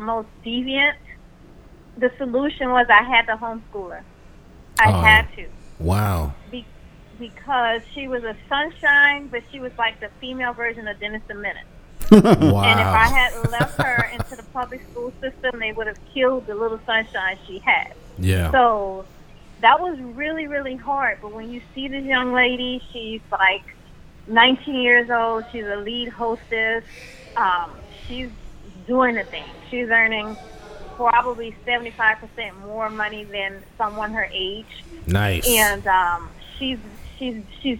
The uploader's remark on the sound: joined on the phone